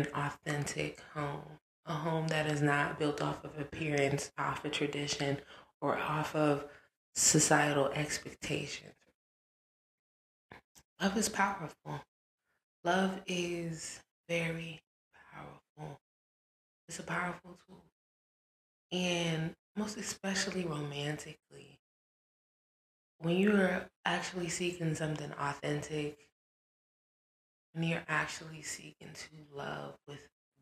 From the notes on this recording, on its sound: Audio is choppy (my apologies).